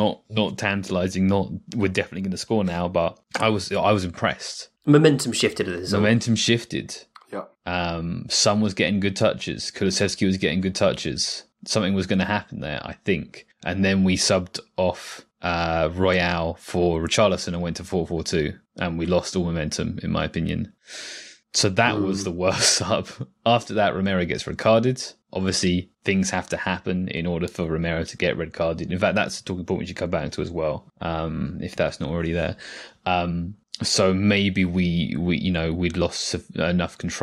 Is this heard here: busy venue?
no